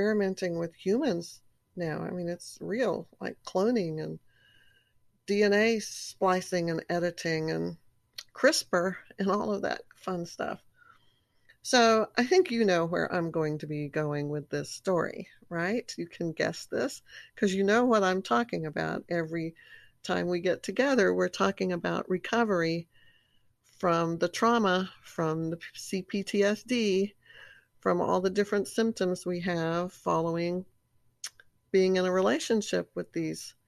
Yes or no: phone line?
no